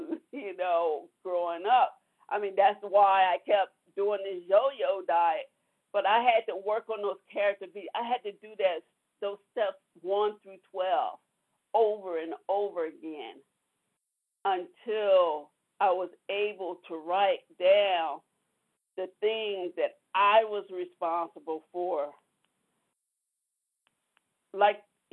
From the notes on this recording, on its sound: from the 100 Pounders Phone Meeting, 2/13/23